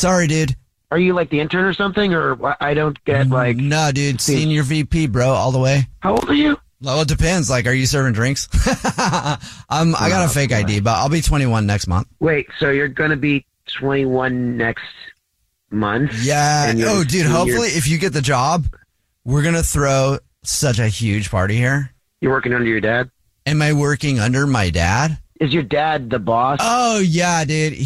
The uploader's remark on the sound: Phone Prank